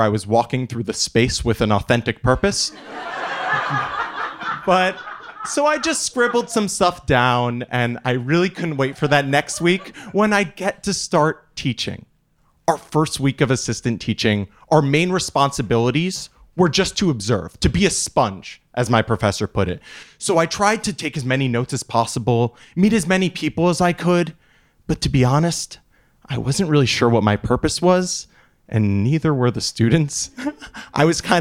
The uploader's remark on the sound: A Live Show. Recorded in front of a live audience.